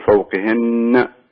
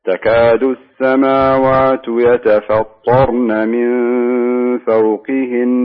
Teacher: أوقف على النون بدون ما أقلقلها · Shown in: second take